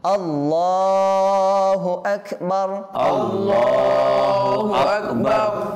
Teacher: তো আমাদেরকে অবশ্যই এখানে কোনো কিছু টানা যাবে না, এখানে শুধুমাত্র কি টানা যাবে, লাম, শুধুমাত্র কি টানা যাবে, লাম, আর কিছু টানা যাবে না।